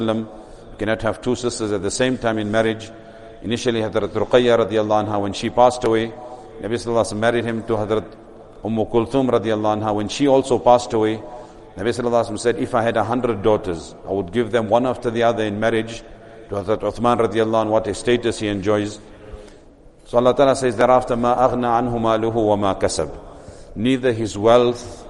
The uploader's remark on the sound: Recorded at greensidemasjid